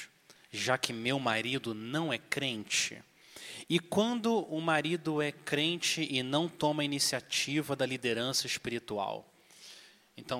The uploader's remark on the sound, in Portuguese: Conferência de Mulheres IBJM. Audio gravado na Igreja Batista Jardim Minesota.